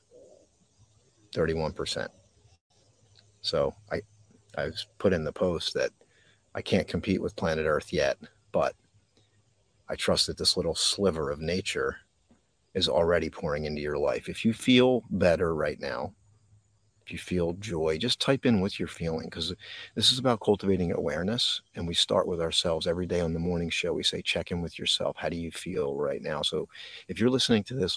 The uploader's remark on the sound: This Episode originally streamed live on location at Wissahickon Valley Park. The audio from this podcast was taken directly from this live stream.